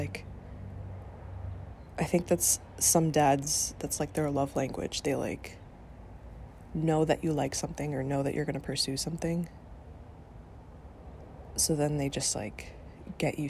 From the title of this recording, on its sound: In Which We Sit Outside